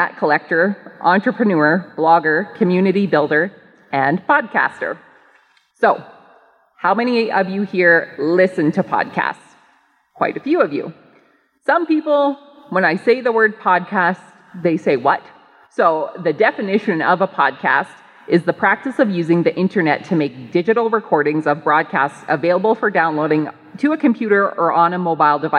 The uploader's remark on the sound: LIVE Broadcast: Organic Alberta 2020 Conference. You'll be hearing a LIVE Broadcast from my recent presentation at the Organic Alberta 2020 Conference.